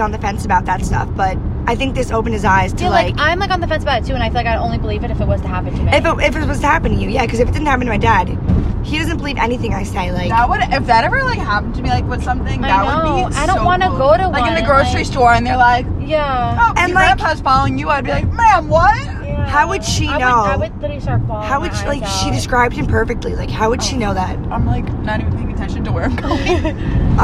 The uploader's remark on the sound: Again we apologize for any of the noises from being in the car but then again we are balin on a budget and we in fact used our phones to record this episode.